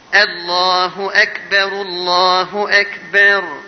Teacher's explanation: فخم لفظ الجلالة الله من أسفل